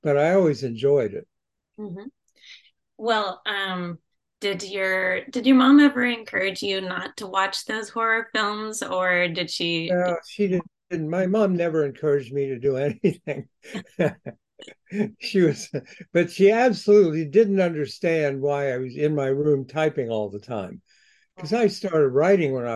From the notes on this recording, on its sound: spoke with the award winning author by Zoom